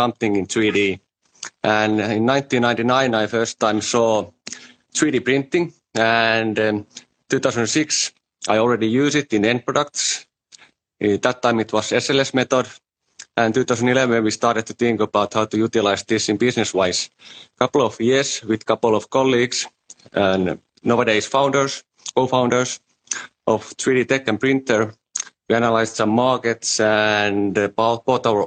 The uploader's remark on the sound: on Instagram Live